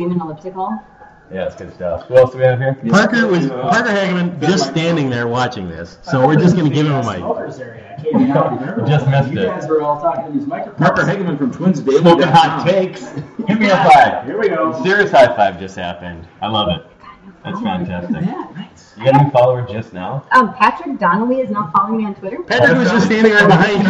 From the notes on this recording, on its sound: Because of the noise, and the echoes. Live via satellite...